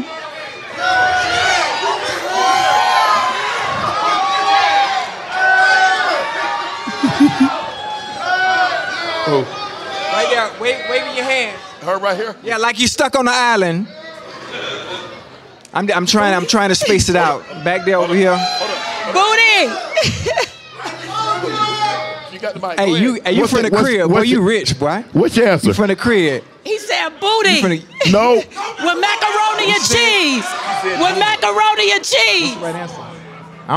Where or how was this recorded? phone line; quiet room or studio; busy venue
busy venue